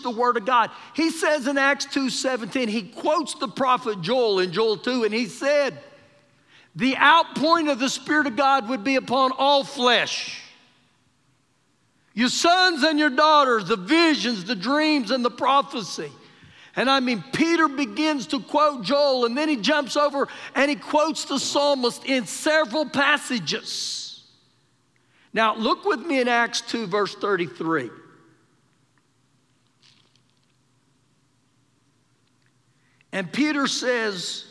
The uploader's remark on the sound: Recorded live during our Sunday morning service